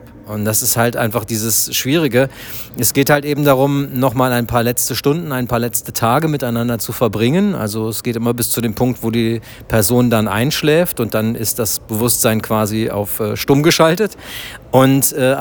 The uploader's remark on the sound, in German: live von der Berlinale